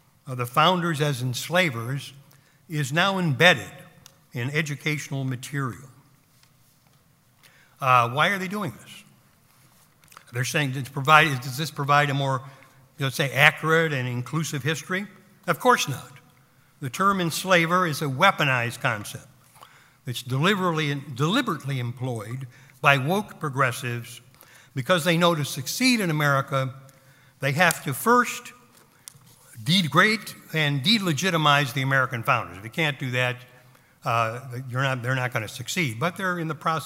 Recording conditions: live audience